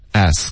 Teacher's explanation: 这个 t 的音其实就是一个的的音，它是不送气的